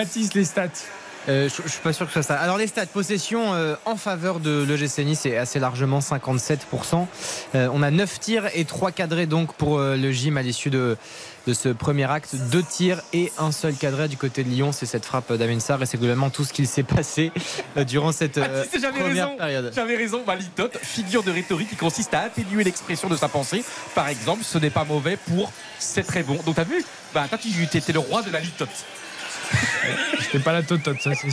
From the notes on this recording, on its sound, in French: en direct de l'Allianz Riviera